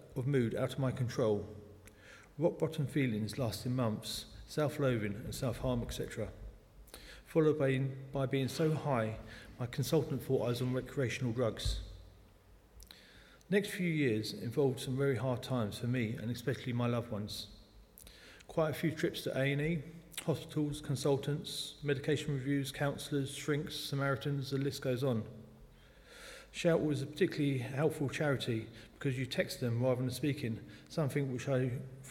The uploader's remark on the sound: speaking at the 11 o'clock service